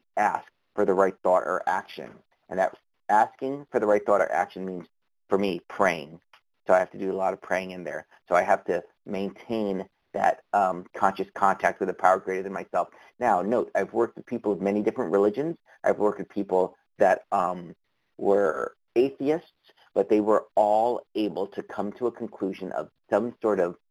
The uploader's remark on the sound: from the 100 Pounders Phone Meeting